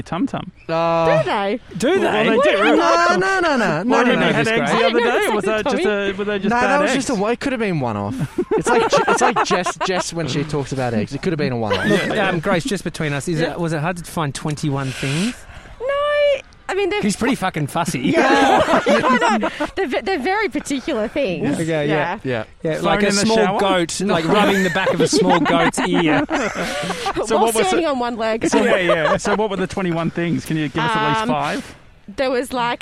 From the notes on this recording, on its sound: We're live from Edinburgh Gardens